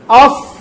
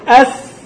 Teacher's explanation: لما أظهرت استعلاءها وإطباقها ظهرت الصاد، ولما نزلت به أس ظهر السين